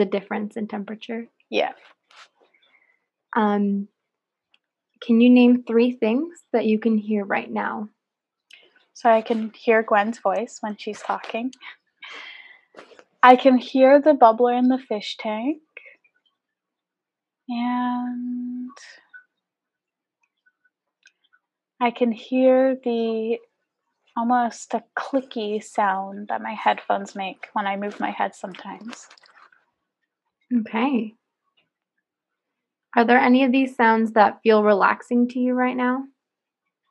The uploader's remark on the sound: Apologies for sound discrepancies this episode.